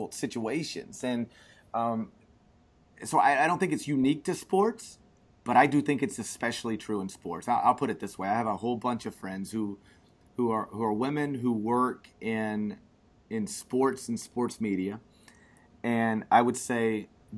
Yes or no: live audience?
no